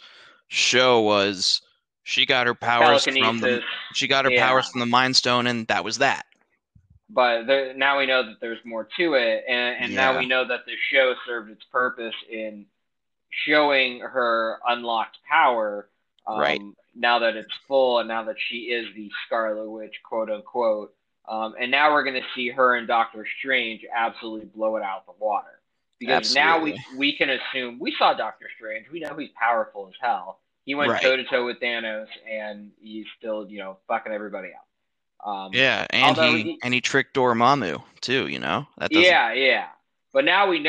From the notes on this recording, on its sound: Excuse the technical difficulties!